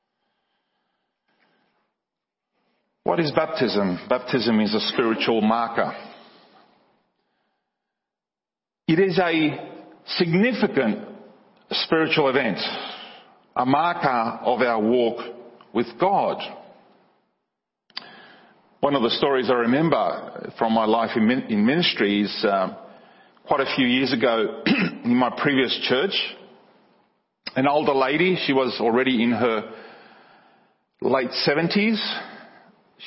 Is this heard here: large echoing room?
yes